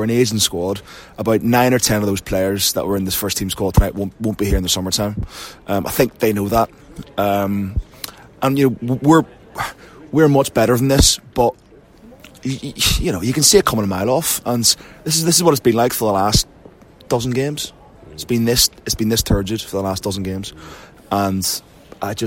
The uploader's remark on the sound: post-match podcast from the pub